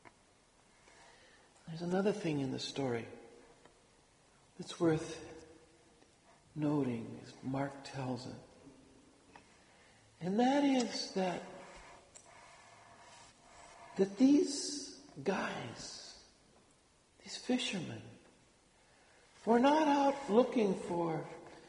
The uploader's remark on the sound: Homily delivered at Sacred Heart Church, Othello, WA. (Apologies again for the raspy voice!).